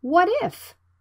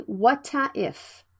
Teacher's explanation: Don't say whata if. Usually, native speakers say if with a very quiet voice, so it's very hard to hear it. · Shown in: first take